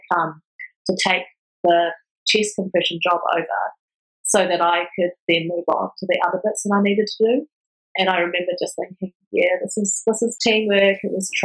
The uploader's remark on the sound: As is sometimes the way with virtual recordings, the audio quality varies in this interview.